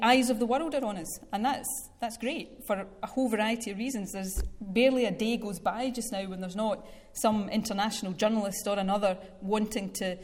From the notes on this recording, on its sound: Q&A session following her speech at the Academy of Government of the Edinburgh University